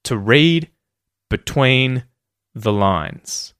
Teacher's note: And to, and the B in between, and the, all get the schwa.